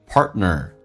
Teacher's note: 在口语化当中 partner 那个 t 通常是不发音的，那么到这边气流就阻塞一下